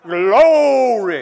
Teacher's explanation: some of us pronounce the word glory with like this sustained polytonal accent on the first syllable so that when we do it, it seems to indicate that it's a more intense glory than if we pronounced it otherwise.